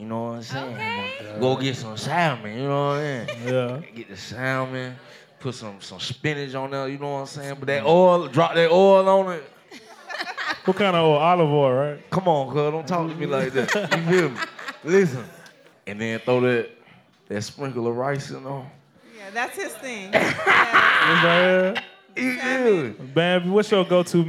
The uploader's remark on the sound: Went LIVE in Atlanta! Hosted their first ever live show in front of a studio audience. We let the fans in the audience ask their fan mail questions LIVE.